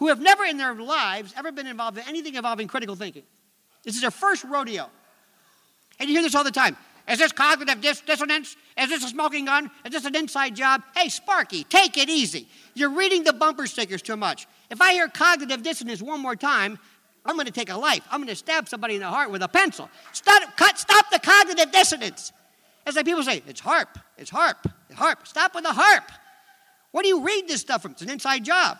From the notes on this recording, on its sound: Three presentations from the Justice In Focus 9/11 Conference at Cooper Union in New York City